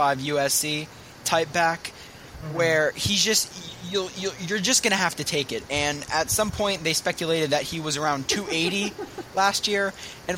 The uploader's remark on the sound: The random snap, crackle, pops that occur. The sound of my voice, which makes it seem we recorded this pod in a small empty closet.